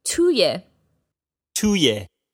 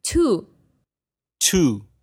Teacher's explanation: in conversational speech, the ye might be dropped, and it might sound like tu · Shown in: second take